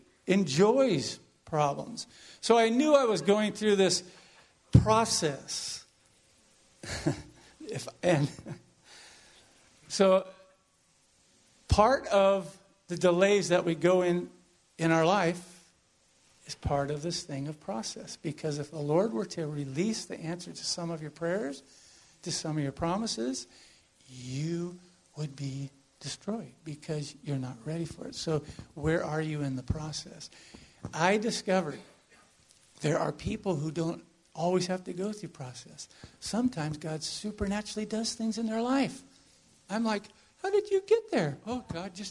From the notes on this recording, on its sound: This is an audio from the sermon we received at our visit to Mission Church in Vacaville.